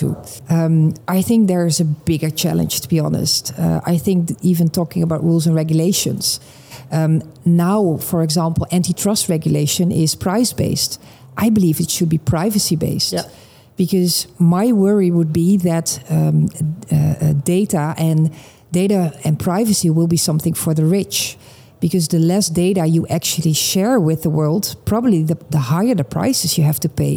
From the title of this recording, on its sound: Live from Money 20/20 Europe